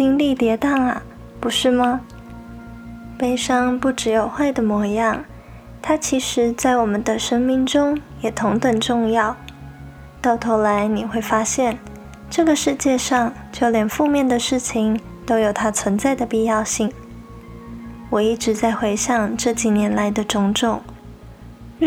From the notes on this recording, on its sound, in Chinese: 因為錄音環境的緣故，錄音的品質並沒有太理想，雜音有點多，還請大家多多包容。